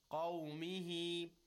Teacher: Qawmihi, a rounded mouth and a heavy sound · Term: tafkhim letter